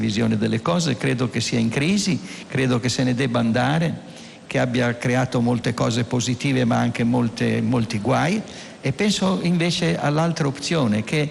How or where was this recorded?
busy venue